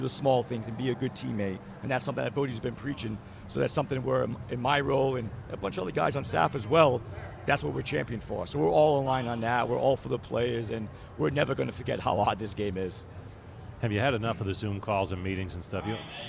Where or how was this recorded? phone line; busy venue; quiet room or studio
busy venue